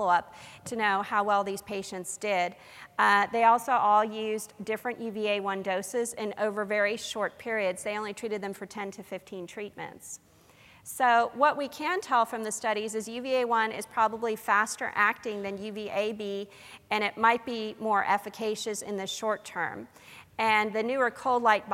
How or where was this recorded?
large echoing room